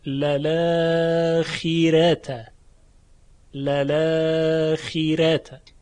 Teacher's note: یه نکته دیگه که باید توجه شما رو به اون جلب بکنم اینه که راء کلمه اخیره ترقیق میشه. چرا؟ چون راء متحرکی است که ما قبلش مکسوره